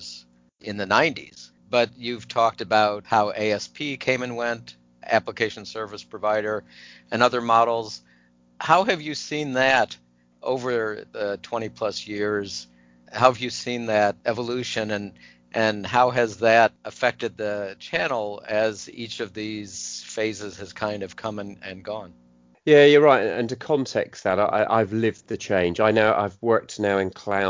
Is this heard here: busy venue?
no